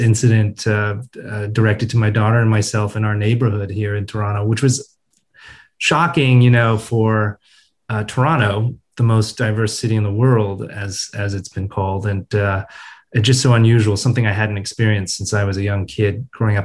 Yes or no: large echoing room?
no